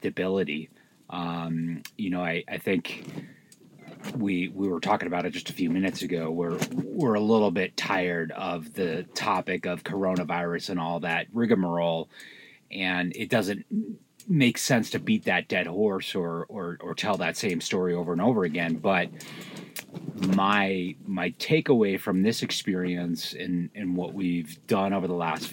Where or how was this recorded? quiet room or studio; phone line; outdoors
outdoors